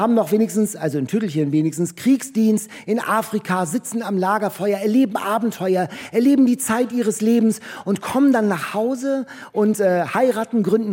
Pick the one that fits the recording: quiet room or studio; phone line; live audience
live audience